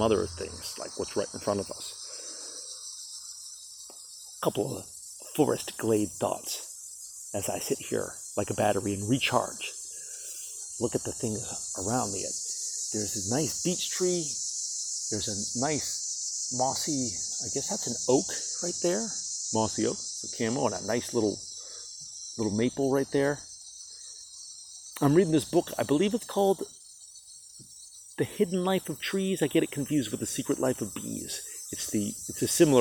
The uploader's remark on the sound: Wandered into the woods to record tonight's episode! Live from the Glade.